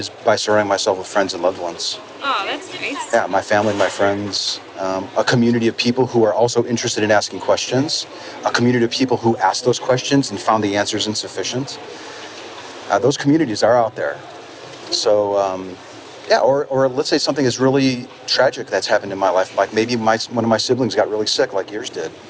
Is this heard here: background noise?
yes